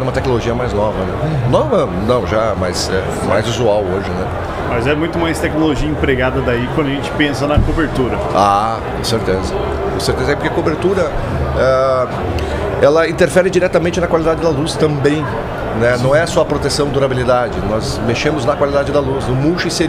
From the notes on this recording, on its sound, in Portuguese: Ao vivo da Hortitec 2023